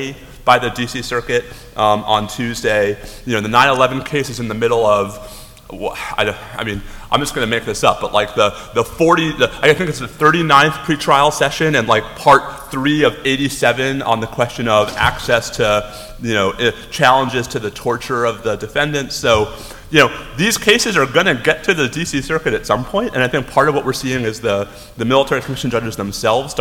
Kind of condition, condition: setting, live audience